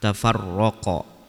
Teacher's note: ra di sini dibaca tebal karena ra-nya berharokat fathah.